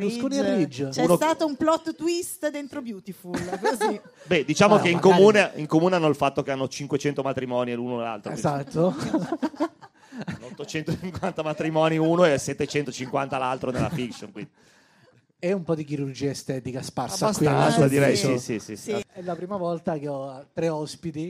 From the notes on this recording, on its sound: Live dal GhePensiMi di Milano